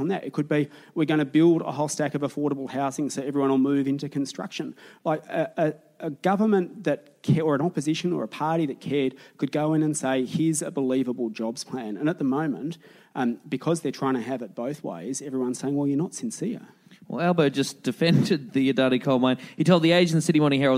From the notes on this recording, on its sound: Recorded in Collingwood at the Easey Street Concert Hall in front of a bloody lovely crowd.